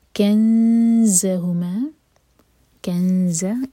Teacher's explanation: زا کے لیے اخفا اور زا پر بزنگ ساؤنڈ